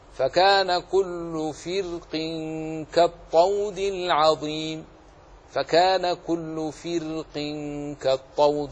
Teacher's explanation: راء ساكنة وقعت بعد كسر أصلية، ووقع بعدها حرف استعلاء مكسور، ما حكمه؟ حكمه الوجهان، التفخيم والترقيق